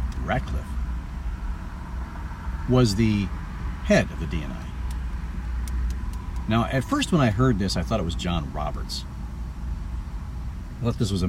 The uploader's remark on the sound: This podcast comes from my car. Not while driving.